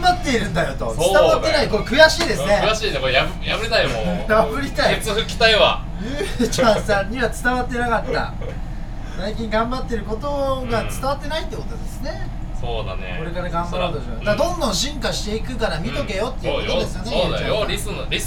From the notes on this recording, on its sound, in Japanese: ラジオ収録しながら、同時にピザトーストを売ってます。